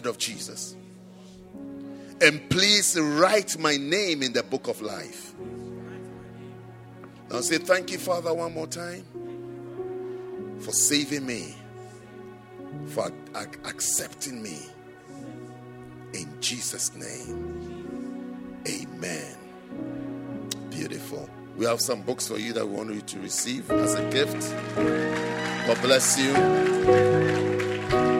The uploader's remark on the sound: at the Saved and Called Service - First Love Church, London.